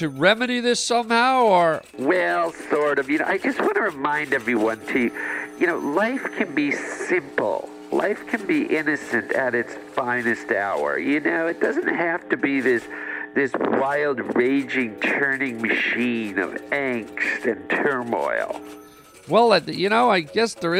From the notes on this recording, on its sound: today we take listener phone calls